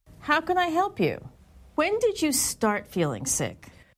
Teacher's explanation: When she asked a question that began with when or how, her intonation was falling